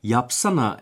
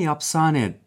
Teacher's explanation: Yani yapsana yerine yapsane derler. A'lar E'leşiyor. · Shown in: second take · Sondaki E'leşiyor.